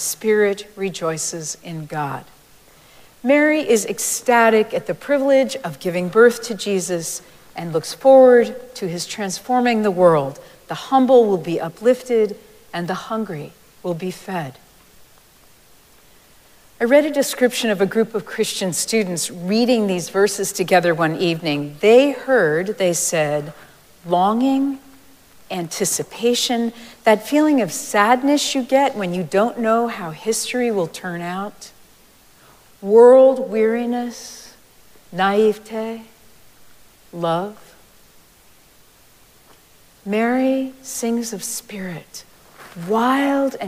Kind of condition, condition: setting, large echoing room